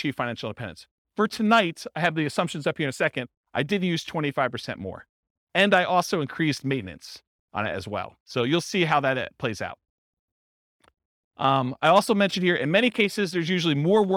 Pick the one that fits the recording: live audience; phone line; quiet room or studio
live audience